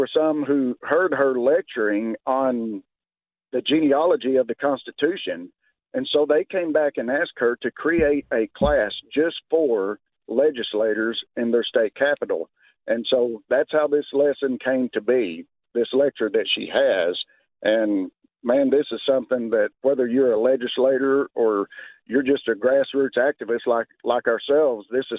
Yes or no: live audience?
no